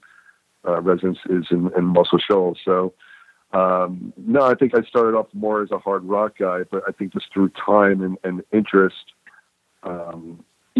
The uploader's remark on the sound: The guys called